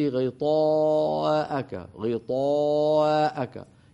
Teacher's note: الأمر الثاني، الله يسلمك يا بنتي، إذا نطقت حرفا مفخما مثل ألف غطاء ففخميه من أوله إلى آخره، لا تبدأي شيء وتختميه شيء، أنت قلت غطاءك غطاءك، يعني فرققت آخر الألف، بدأتيها جميلة مفخمة غطاء طاء، ثم ختمتيها بالترقيق